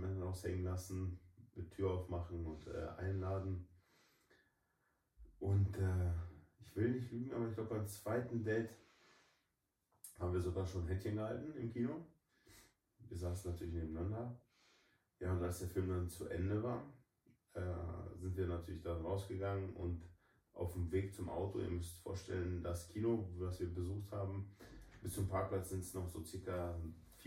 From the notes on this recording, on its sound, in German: Bitte verzeiht den schlechten Ton von dieser Folge.